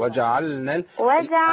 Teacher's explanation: وجعلنا وجعلنا انت اضغطي اللام في النون نظهر اللام ونفصلها عن النون